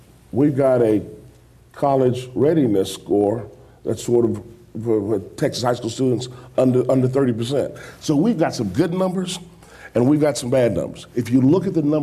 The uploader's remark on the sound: This event was recorded before a live audience in Austin. TribLives feature moderated discussion with our honored guests followed by questions from the audience.